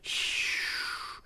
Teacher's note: So if S has a higher focus point to that noise spectrum, sh has a lower one. And you can hear that if you start with a sh with spread lips and move from spread lips to rounded lips, you can lower the overall tone sh of your your esh sound.